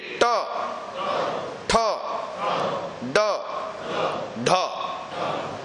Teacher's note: ये तालु से भी थोड़ा और पीछे जुबान को उलट करके हम ट ठ ड ढ का उच्चारण करते हैं।